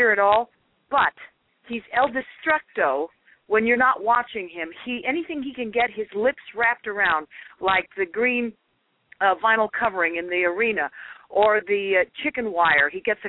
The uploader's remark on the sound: open up the lines for listeners to call